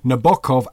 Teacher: Englishmen say Nabokov, accent on the first. And Italians say Nabokov, accent in the middle, as Russians also do